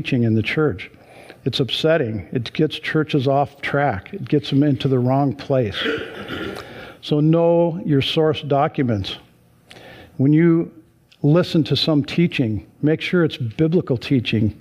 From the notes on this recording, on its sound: Sunday church service livestream